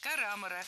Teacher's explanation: карамора с ударением на втором слоге.